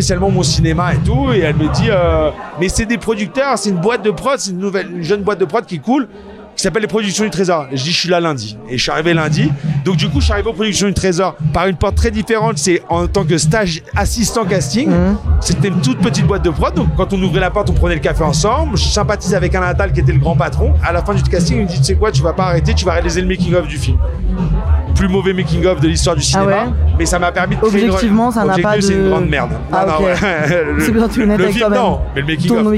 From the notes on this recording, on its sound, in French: Il est venu raconter son parcours en pleine contre-soirée au festival de l'Alpe d'Huez. Au chalet.